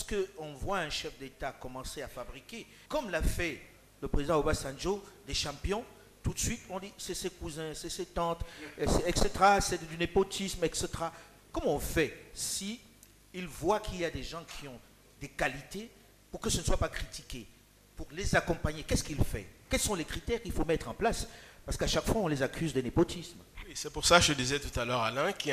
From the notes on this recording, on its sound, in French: Ce magazine a été enregistré à Abidjan lors de la 9ème édition du Forum Makutano